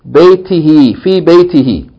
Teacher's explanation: whenever the who is preceded by kasra or ya, then it changes from who to he, from whom to him.